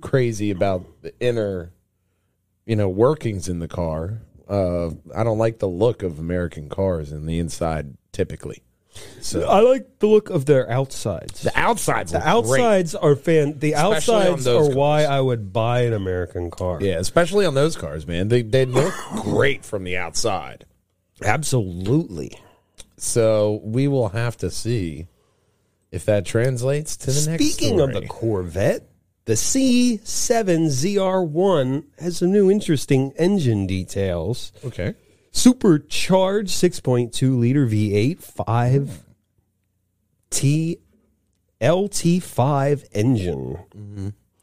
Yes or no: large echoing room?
no